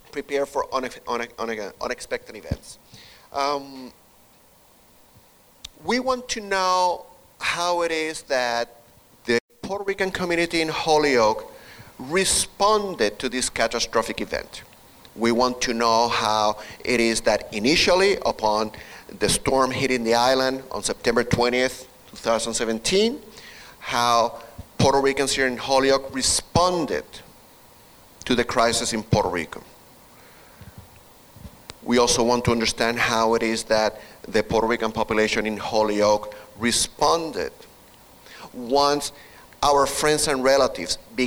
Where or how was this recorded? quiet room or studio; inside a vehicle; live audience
live audience